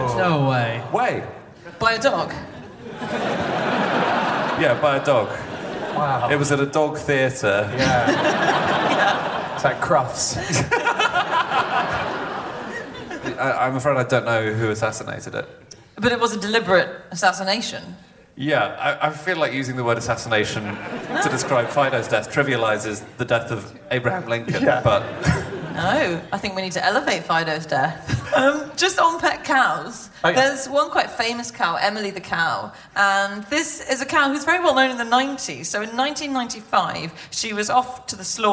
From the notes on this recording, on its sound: Live from Amsterdam